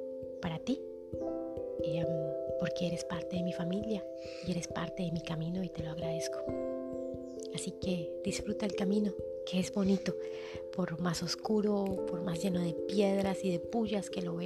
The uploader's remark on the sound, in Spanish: Y lo mejor...con el sonido de las loras de fondo.